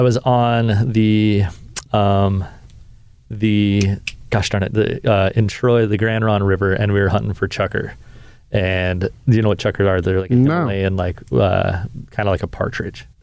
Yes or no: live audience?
no